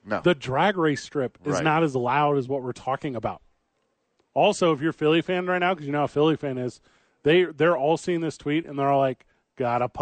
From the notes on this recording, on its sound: Live from the YMCA.